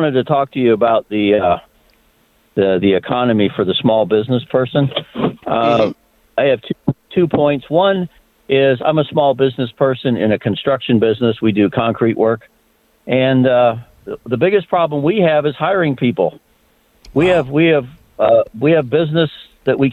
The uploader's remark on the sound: Listeners call.